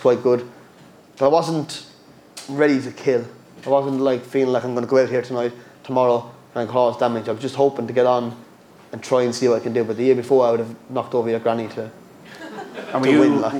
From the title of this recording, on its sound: live in Galway